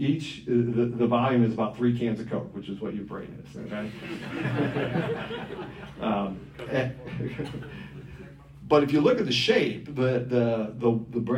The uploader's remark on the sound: At the "Thomistic Philosophy & Natural Science Symposium" at the Dominican House of Studies.